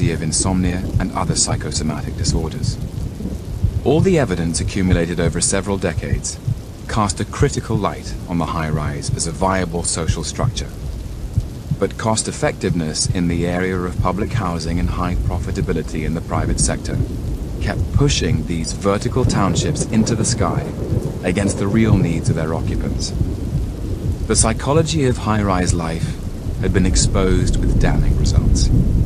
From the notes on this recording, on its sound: As the rain pounds against the window and thunder echoes in the distance